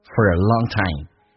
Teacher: for 说成一个 f 加个儿化音，再跟后面的 a 形成个连音